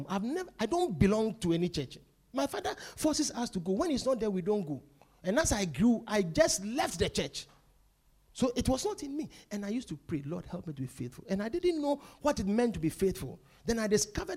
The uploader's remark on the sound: Preached at The Victory Secrets Service.